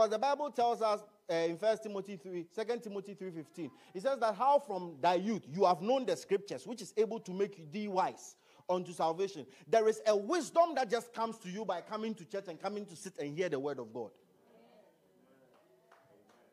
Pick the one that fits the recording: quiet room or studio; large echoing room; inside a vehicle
large echoing room